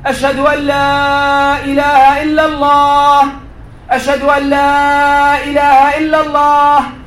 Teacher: I'm stretching la because in the Arabic language, in the rules of tajweed, when you have an alif and a hamza afterwards, you have up to 6 harakat. Let's say more, 6 seconds more or less of stretching the vowel.